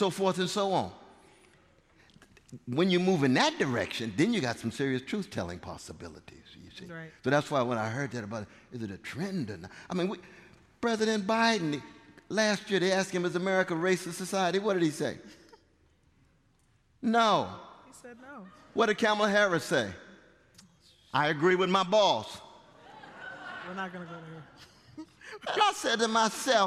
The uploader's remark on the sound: It was recorded in front of a live audience of more than 1000 at Westminster Presbyterian in Downtown Minneapolis on May 20, 2023.